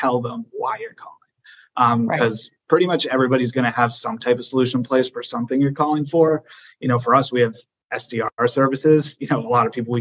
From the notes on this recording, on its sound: This episode is the audio from our recent webinar.